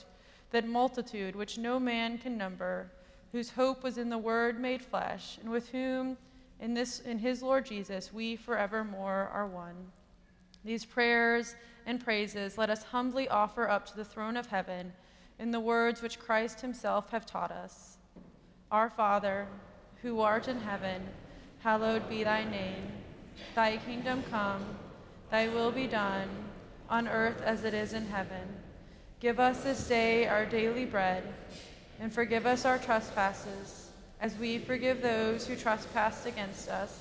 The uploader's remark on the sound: Worship at Myers Park. Live from Myers Park United Methodist Church in Charlotte, North Carolina.